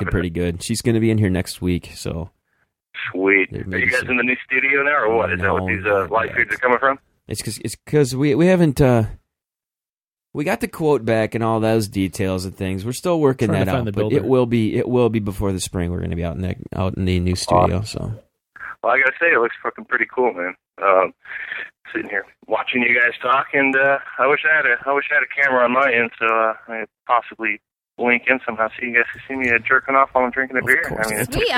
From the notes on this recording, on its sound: Via the phones.